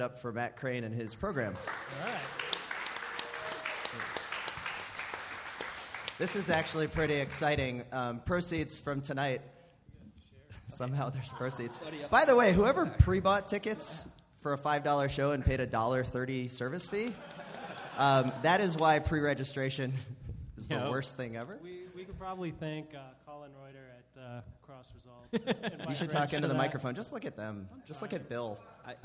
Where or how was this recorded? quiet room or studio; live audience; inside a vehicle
live audience